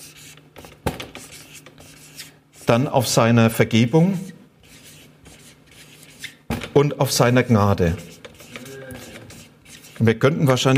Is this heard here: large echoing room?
yes